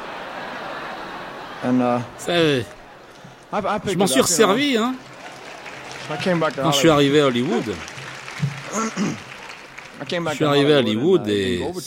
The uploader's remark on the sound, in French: Voici des enregistrements d'extraits backstage, de quelques concerts mythiques.